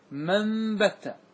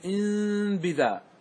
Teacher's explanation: لما كان النطق بالنون الساكنة قبل الباء عسيرا وجب قلب النون ميما · Term: بالإقلاب